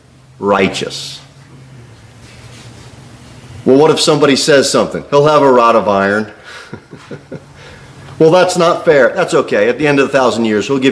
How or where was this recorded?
large echoing room